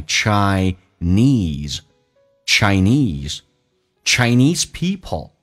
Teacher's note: Chinese 这个重音在后面，而且那个 n 其实是发两遍的